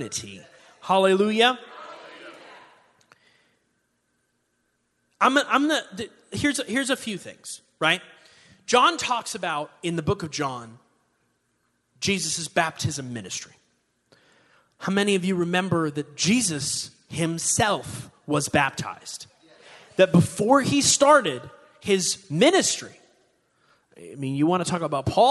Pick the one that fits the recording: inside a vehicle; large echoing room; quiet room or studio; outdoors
large echoing room